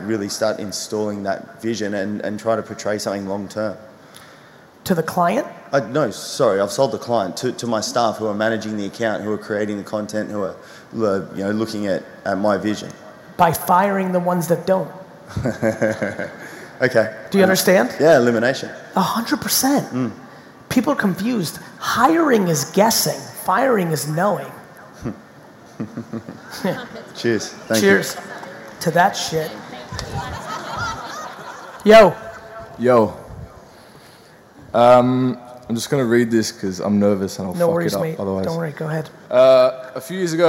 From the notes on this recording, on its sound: Sydney 2019 Keynote. My recent keynote from my trip to Sydney.